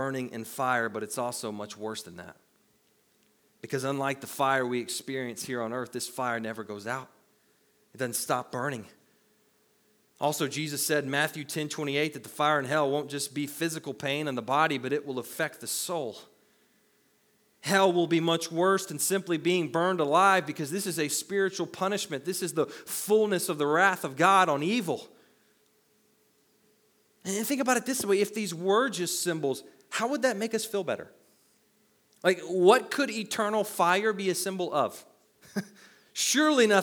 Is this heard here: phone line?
no